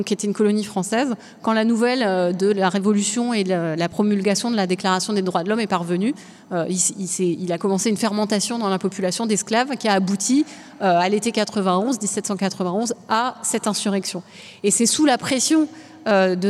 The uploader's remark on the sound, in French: Captation réalisée le 9 novembre 2021 à la Bourse du travail (Paris 10)